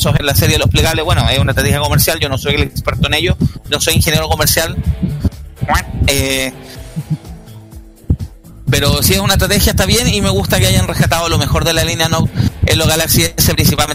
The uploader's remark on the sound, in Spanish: En esta edición especial, el equipo de Tecnomood estuvo presente cubriendo en vivo el lanzamiento de la nueva línea de teléfonos Samsung Galaxy S22 y las nuevas tablets Galaxy S8.